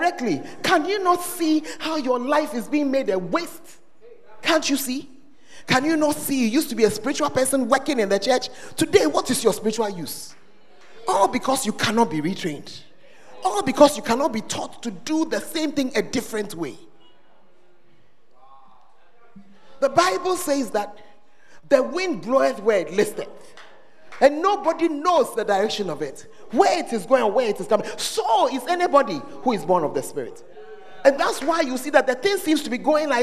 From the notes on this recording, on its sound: Preached at the First Love Center, Ayeduase.